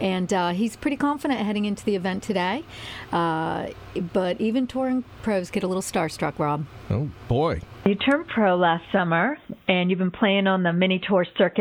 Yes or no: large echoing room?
no